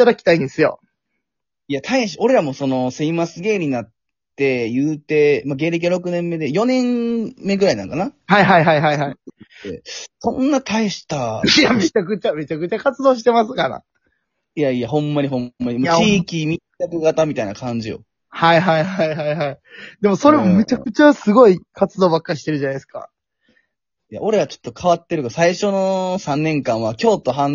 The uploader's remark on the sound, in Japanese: ゲストと一緒に配信。リモート収録。滋賀県住みます芸人。